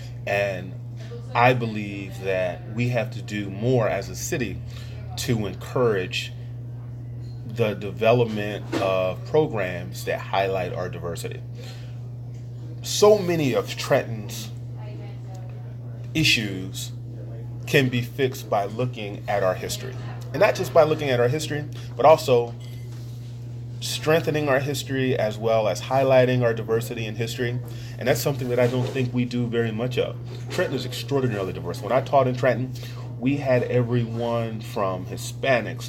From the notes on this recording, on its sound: Over a meal at Pat's Diner.